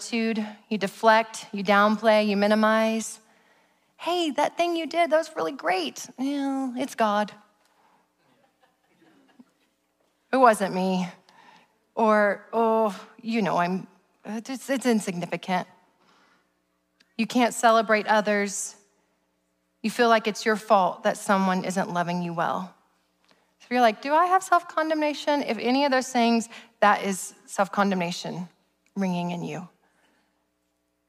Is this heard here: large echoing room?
yes